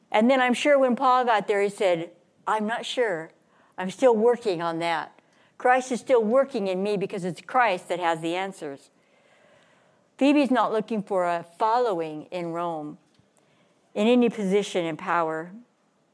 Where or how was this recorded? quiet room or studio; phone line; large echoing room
large echoing room